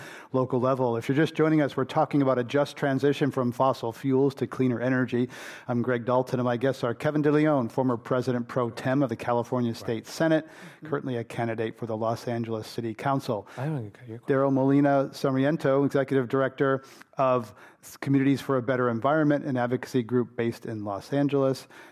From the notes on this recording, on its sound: This program was recorded in front of a live audience at The Commonwealth Club of California in San Francisco on January 14th, 2020